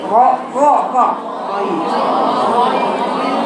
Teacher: الغين ما فيهاش نفس، ما فيهاش جريان نفس، لكن فيها جريان صوت